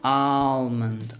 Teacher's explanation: And in the United States, I think they do pronounce the L, so it's almond.